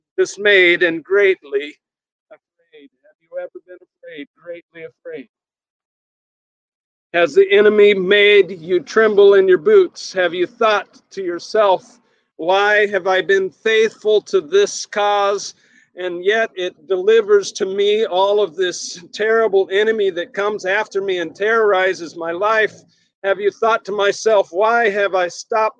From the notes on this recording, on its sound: Sermon recorded at Middle East University Church.